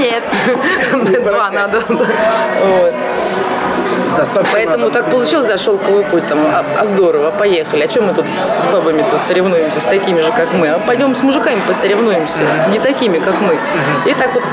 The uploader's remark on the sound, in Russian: Сегодняшний выпуск был записан на встрече в уютном кафе.